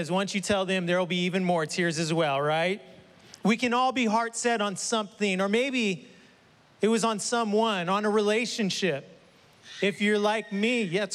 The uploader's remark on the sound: was preached on July 11th at the 11:30AM service.